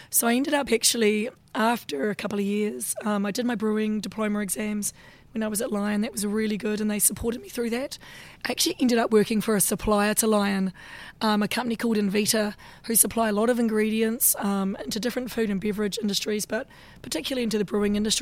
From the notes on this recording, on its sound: we were able to take Radio Brews News to BrewCon and capture a little of what was on offer to those who were lucky enough to get to Australian craft brewing’s annual conference and trade show